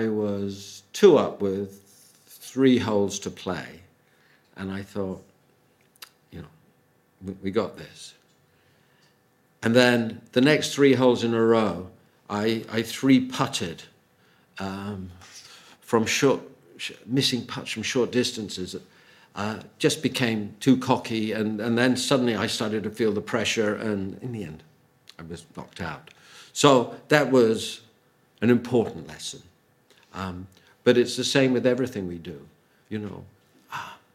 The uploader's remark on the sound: Audio from a sermon in Hatch End